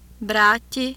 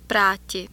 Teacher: Minimal pairs contrasting voicing in consonants. B contrasted with P. Word initial position.